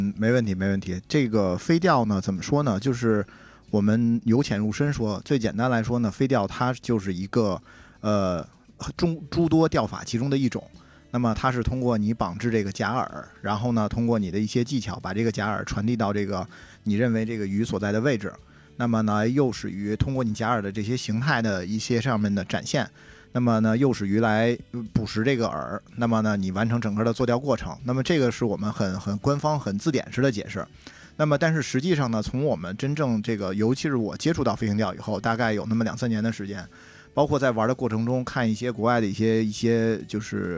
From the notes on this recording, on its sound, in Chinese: 本期《巴塔电台》在活动的地点录制